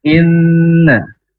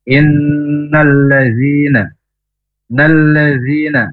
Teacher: Gunnah itu berdengung musyaddadah karena huruf nun yang ditasdid, yang bertasdid. Maka i langsung masuk ke n dan ditahan dua harokat. · Term: gunnah musyaddadah